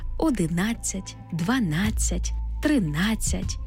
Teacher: У числівниках, які закінчуються на нацять, наголошений звук А.